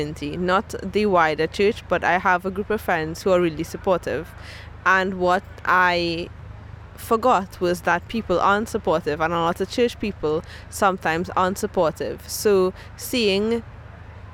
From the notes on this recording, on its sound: In this episode we’re on location at two different conferences: the Anglican-Lutheran Society in Norway and the bishops meeting in Canterbury. We then fall in step with Lutherans marching at this year’s celebration of Pride in London.